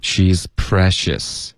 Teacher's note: she's 的这个 z 要一直持续到 p 的音出现 · Term: 连贯